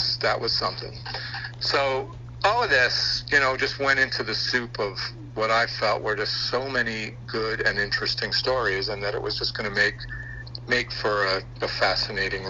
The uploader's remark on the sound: apologizes for any shoddy audio